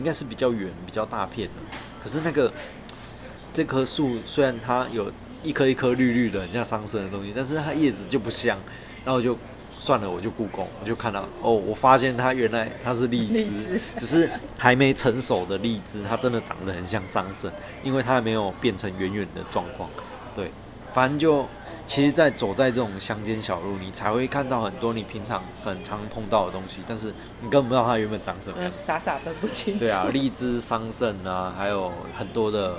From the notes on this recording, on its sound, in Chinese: 鐵路環島從金崙到香蘭。由於會是在旅程途中錄製。錄音品質上麻煩大家多多包涵。